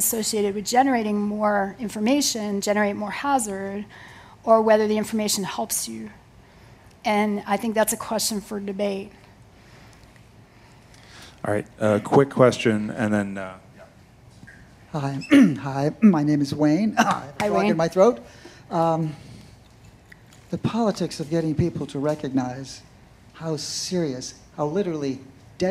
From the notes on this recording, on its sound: The Long Now Foundation's “Conversations at The Interval” Salon Talks. These hour long talks are recorded live at The Interval, our bar, cafe, & museum in San Francisco.